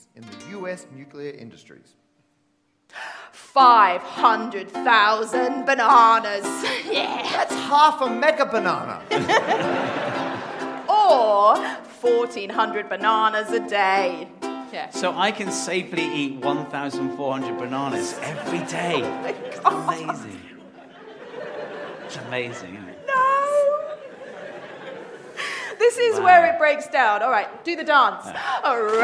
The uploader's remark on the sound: the final installment of their live shows, performed at London’s Bloomsbury Theatre